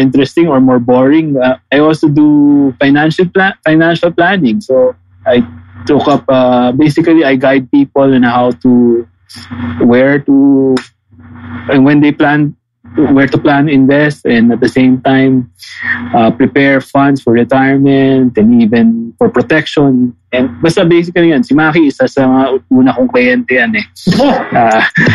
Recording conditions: video call